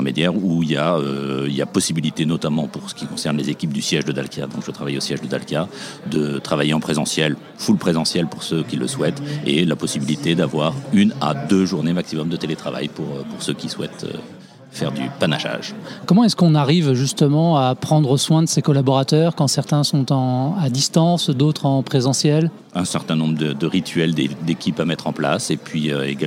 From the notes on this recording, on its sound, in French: Jobradio est en direct du Précatelan pour la journée RH by LesBigBoss.